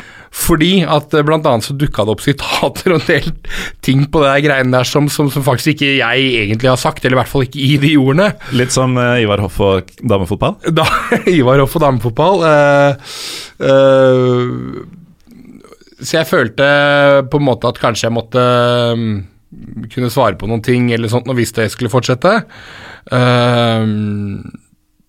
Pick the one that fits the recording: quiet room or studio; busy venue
quiet room or studio